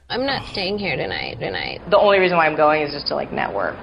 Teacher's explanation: Low, creaky vibration produced by a fluttering of the vocal cords. · Term: vocal fry